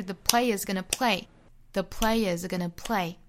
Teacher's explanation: schwa sound, gonna. The player's gonna play, the player's gonna play.这句话节奏也很简单哈，就是 play 第一个音节重读，最后一个词 play 重读